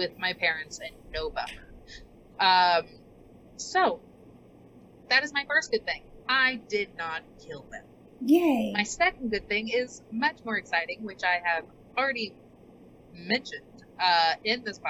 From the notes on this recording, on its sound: We had to film from our own homes this week so please excuse our crazy audio